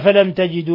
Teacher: ميم ساكنة جاء بعدها التاء إظهار شفوي